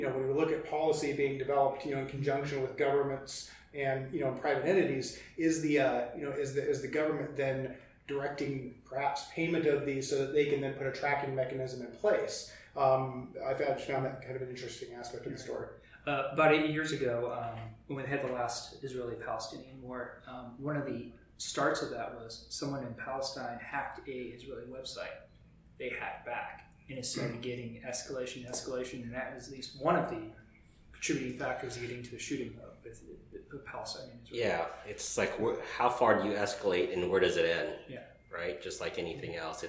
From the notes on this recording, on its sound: Several of us met up in person to socially distantly record this episode. The audio may have more echoes and volume variance than normal due to the space we reserved to record the podcast.